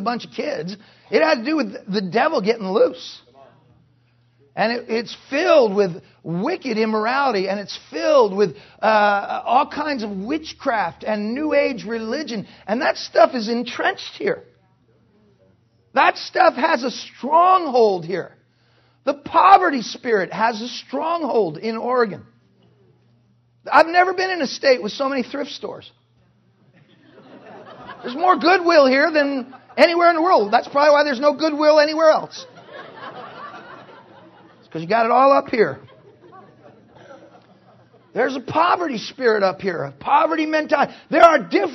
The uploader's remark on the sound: Preached in 2008 NW Bible Conference